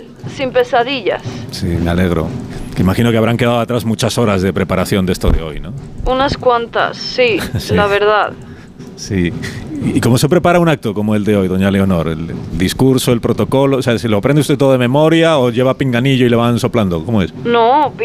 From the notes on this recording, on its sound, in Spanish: logra hablar brevemente por teléfono con la protagonista de esta jornada